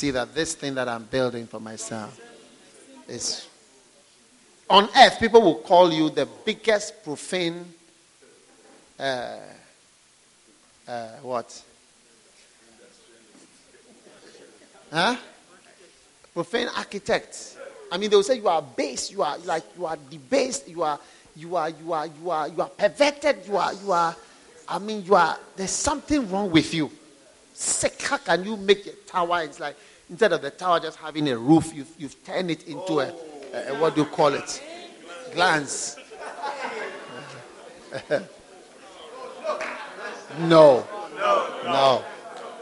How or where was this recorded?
live audience